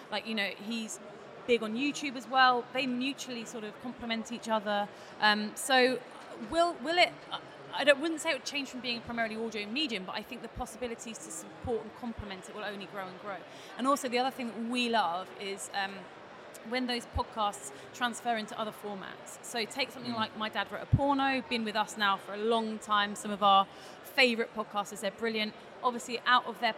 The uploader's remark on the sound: Live in London